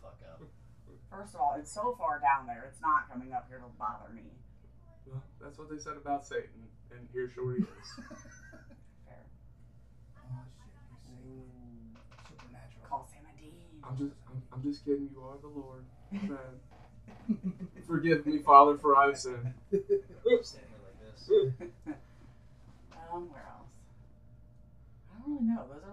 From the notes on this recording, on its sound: Audio Goof up! Had to rewire the Studio a little and got the Mic settings screwed up.